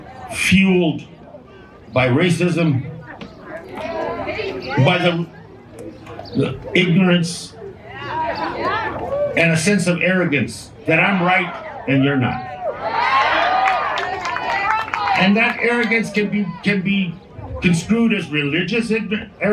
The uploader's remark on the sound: The second half of the podcast includes two of the speeches from the Tucson Bans Off Our Bodies rally on May 14, 2022